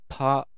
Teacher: 破裂してからあーという母音でね、声帯が振動してるんですね · Term: 無声音